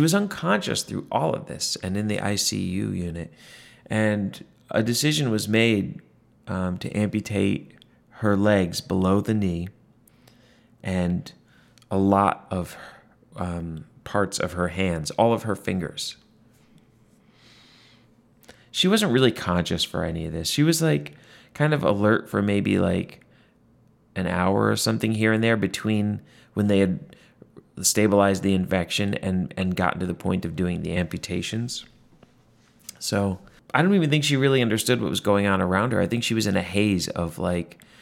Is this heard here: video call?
no